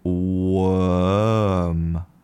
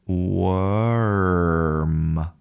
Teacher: But an American speaker, they want to produce that R. They would try to produce it. · Shown in: second take